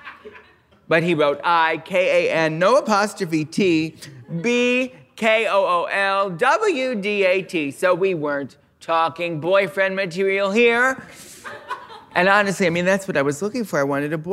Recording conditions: live audience